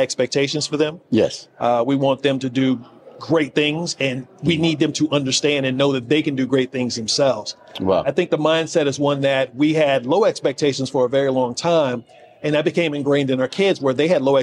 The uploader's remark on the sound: broadcasting live from the prestigious National Alliance of Black School Educators (NABSE) Conference.